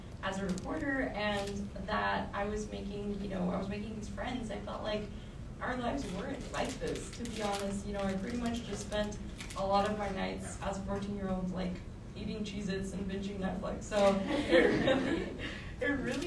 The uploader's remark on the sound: Tunes in live from Austin, TX at the IGNITE Norma K. Stone Young Women Run Texas 2023 conference.